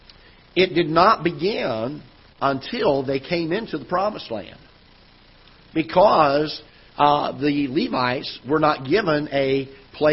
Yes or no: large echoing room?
yes